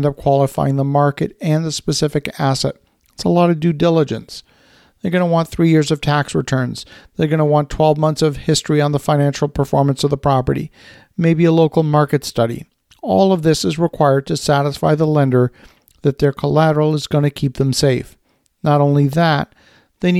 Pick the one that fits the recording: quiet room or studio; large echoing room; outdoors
quiet room or studio